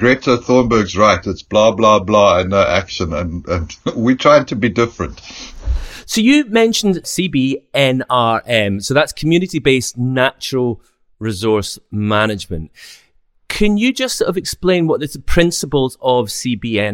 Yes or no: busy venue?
no